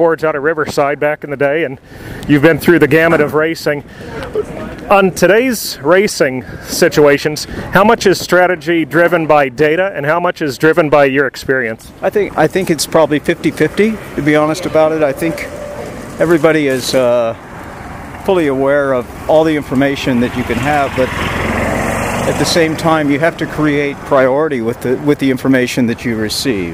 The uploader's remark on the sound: We caught up with him at the 2023 Acura Grand Prix of Long Beach as he was walking back to his hotel after a long day at the track.